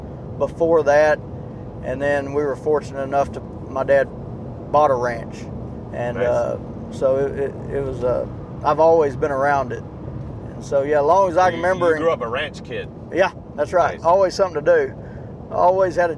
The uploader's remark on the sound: As we cruise down the road. We are headed to the processors with our Axis deer so we took advantage of some road time to record.